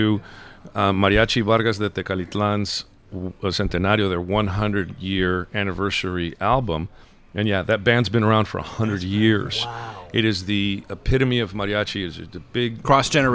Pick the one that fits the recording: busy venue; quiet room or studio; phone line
busy venue